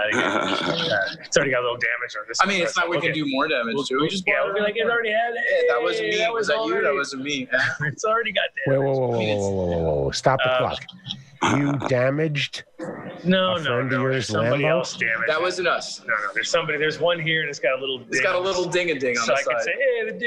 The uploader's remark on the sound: Coming to you again from the Sunshine state ADS will be live from #JANLIFE. We shot the show around Super cars.